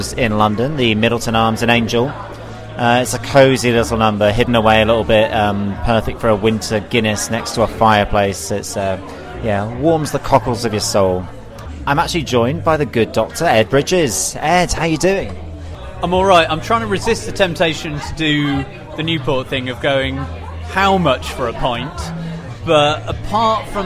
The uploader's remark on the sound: Settle down for a cosy fireside chat in a London pub.